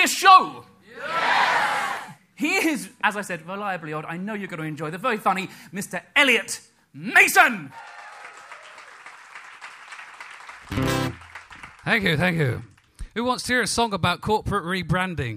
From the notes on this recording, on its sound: Live from the Leicester Square Theatre. A little taste of what goes on at the monthly live show.